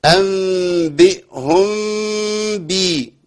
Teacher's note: قلب النون الساكنة إلى ميم ثم إخفاء الميم في الباء عند الباء · Term: إقلاب